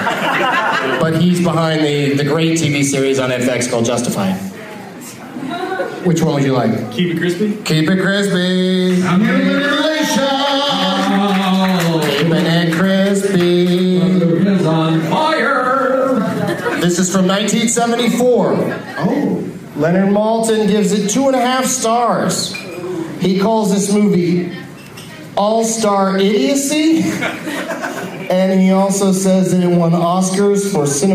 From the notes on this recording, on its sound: against audience members at Zanies Comedy Club in Nashville, TN